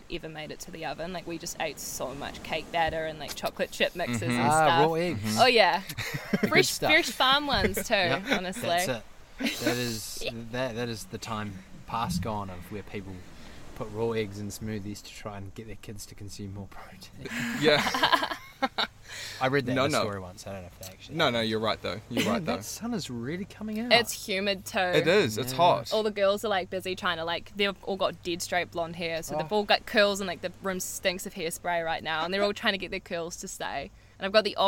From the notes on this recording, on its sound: Recording beachside, a few hours prior to the wedding. This pod is raw and unplanned!